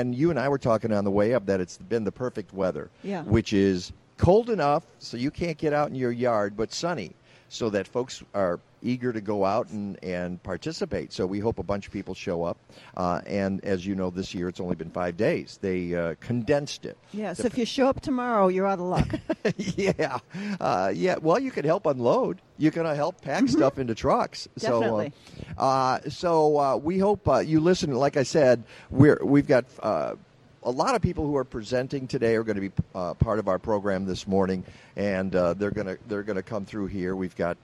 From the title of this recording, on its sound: Live from the 2018 Chicago Flower & Garden Show!